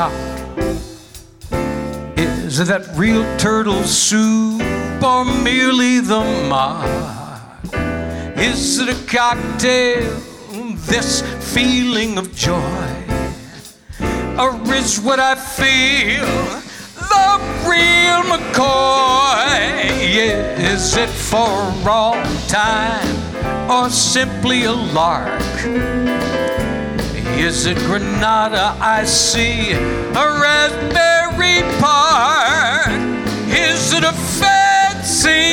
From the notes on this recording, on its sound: Live at the South Point Casino.